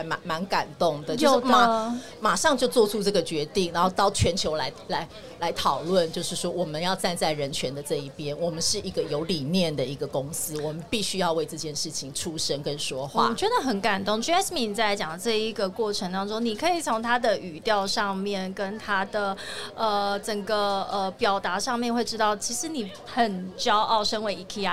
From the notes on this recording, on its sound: VISION 2022 臺大校園徵才博覽會-Live Podcast.